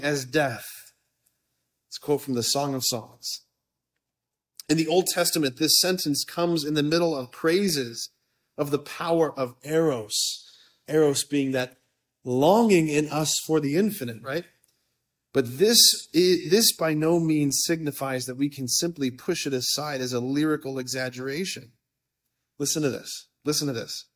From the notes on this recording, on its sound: preached this homily on May 19, 2023 at a Date Night hosted at Sacred Heart of Jesus Catholic Church in Wadsworth, OH.